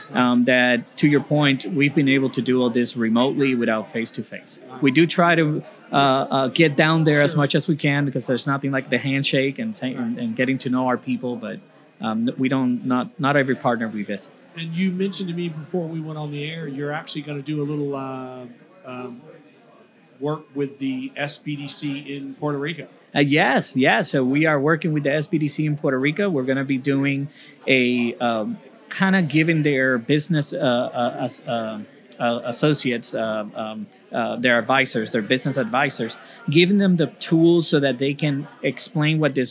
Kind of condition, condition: setting, busy venue